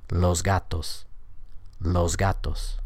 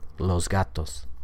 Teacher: the S sound is going to change to a Z so that it's voiced just like the consonant that follows it · Term: assimilated pronunciation